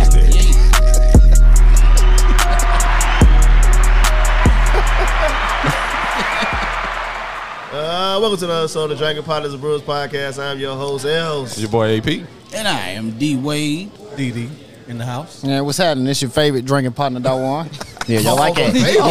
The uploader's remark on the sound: We are live at Liquid Smoke in Murfreesboro, TN.